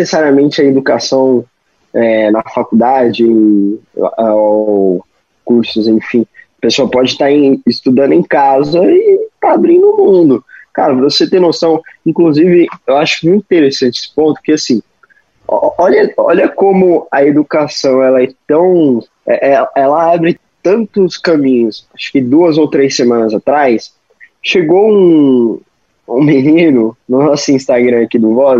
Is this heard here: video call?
yes